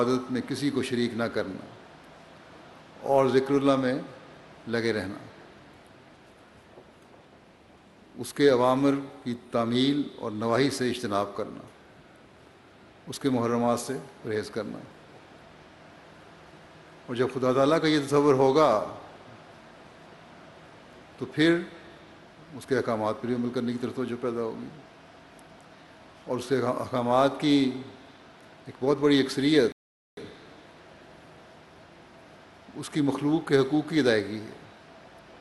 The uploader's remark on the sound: Concluding Address at Jalsa Salana UK 2021